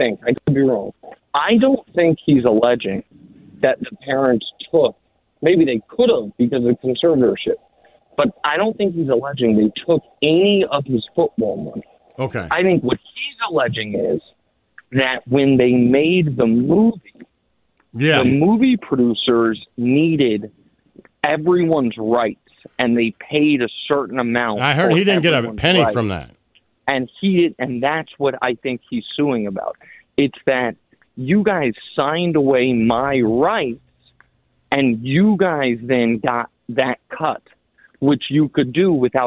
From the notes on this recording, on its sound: ON THE PHONE!